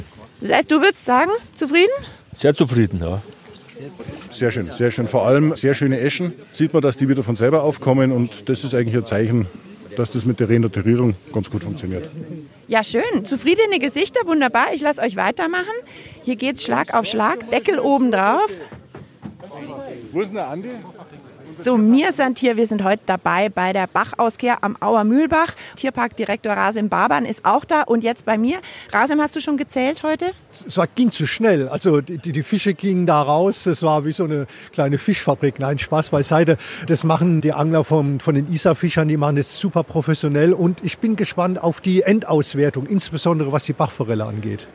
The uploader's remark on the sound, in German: Ist live bei der Bachauskehr dabei. Im Auer Mühlbach.